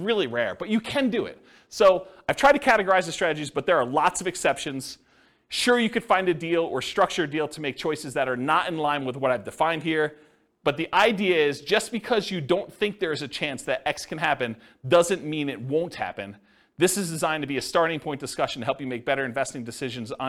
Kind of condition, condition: setting, live audience